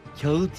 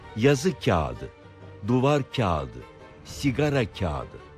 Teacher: yumuşak G'yi söylemek yerine kendisinden önceki A sesini bir ölçü uzatarak yağış şeklinde söylüyoruz. Bir benzerini de kağıt derken görüyoruz.